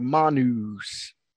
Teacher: not only do you pronounce the vowel different, but you also hold it longer a little bit